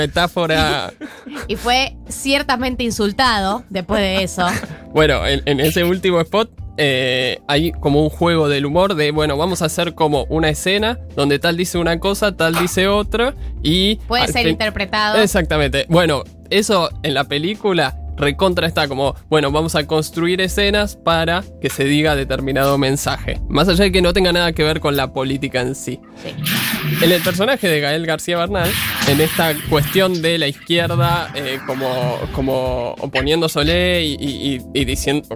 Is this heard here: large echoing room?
no